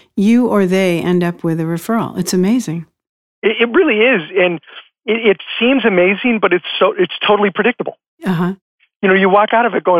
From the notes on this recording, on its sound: I am coming to you from Live Oak Recording Studio in Berkeley, California. I am joined on the phone today.